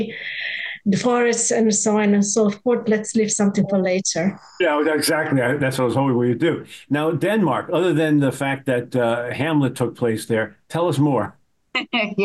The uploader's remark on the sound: Virtual RoadShows Panel